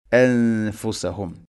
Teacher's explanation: ആ ഫ എന്ന അക്ഷരം ഉച്ചരിക്കുമ്പോൾ അതിൻ്റെ മഹ്റജിൻ്റെ ആ ഒരു രൂപം, താഴെ ചുണ്ടിൻ്റെ പള്ളഭാഗം, അതുപോലെ തന്നെ മേലെ മുൻപല്ലുകളുടെ ആ ഒരു അറ്റവും, അതാണ് അതിൻ്റെ കൃത്യമായ മഹ്റജ്.